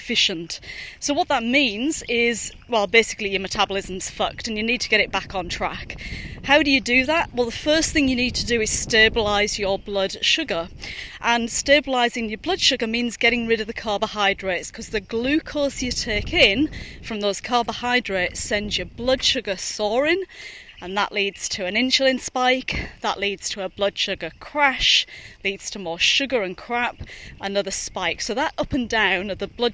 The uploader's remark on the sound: Dad bod walking is a series of short podcasts recorded during daily walks with my business partner.